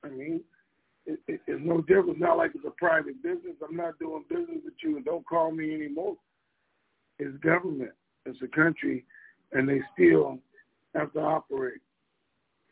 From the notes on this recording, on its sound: Conference Call.